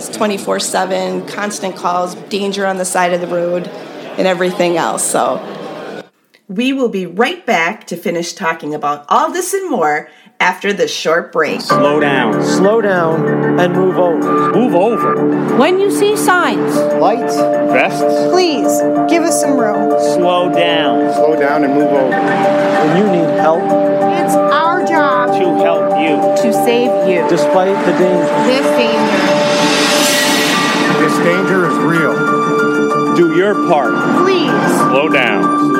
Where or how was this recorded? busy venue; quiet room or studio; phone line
busy venue